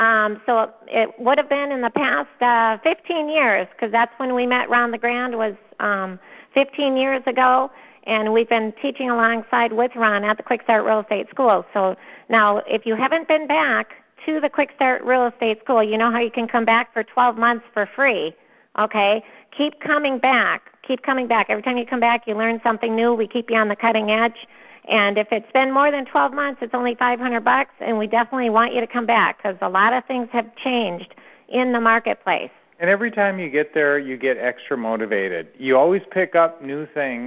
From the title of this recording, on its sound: Q&A Call